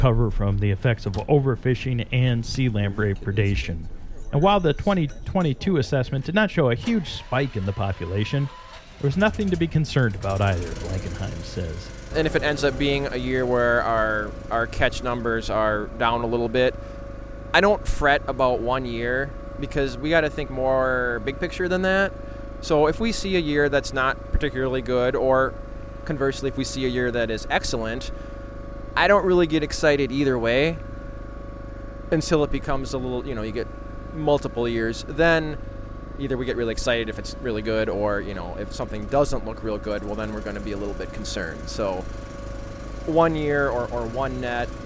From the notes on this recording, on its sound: Featured in this week’s episode are staff from the DNR’s Lake Superior Fisheries Office in Duluth. On board the 31-foot boat that left from the Grand Marais Harbor July 15. Most of which was recorded on Lake Superior near Grand Marais.